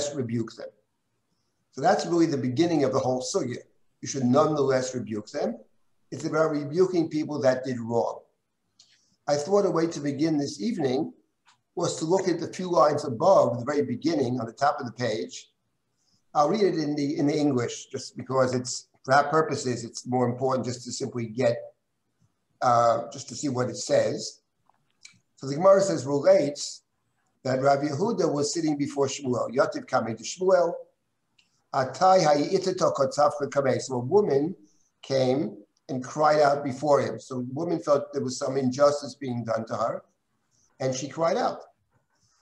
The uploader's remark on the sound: This audio was originally captured from Zoom